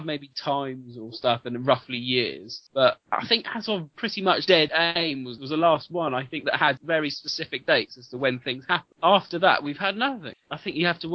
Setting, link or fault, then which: fault, poor sound quality